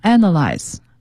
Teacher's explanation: analyze 这个词的重音在第一个音节上，analyze。那如果我说名词呢是 analysis，这时候重音就在 na analysis 上面了，所以它的名词动词在重音上是不一样的。